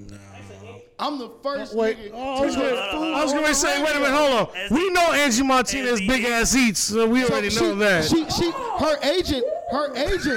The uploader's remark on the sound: We record the podcast live from Brewer's Café - Richmond's best Café shop located at: 1125 Bainbridge Street, RVA.